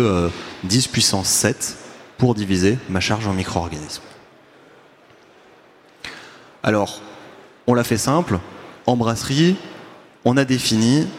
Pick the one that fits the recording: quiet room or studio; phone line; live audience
live audience